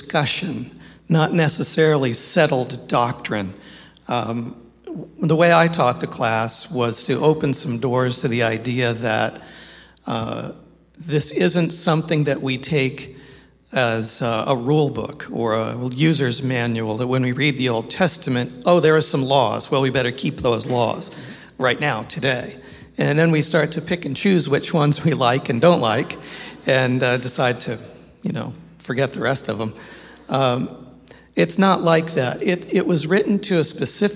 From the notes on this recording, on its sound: This episode of Staying at the Table was recorded live on Sunday, October 29th, 2023 at Cornerstone Christian Fellowship